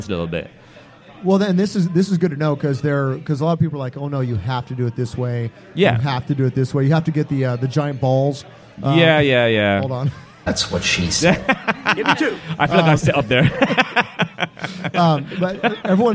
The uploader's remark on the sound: Recorded live at Brendan's Irish Pub.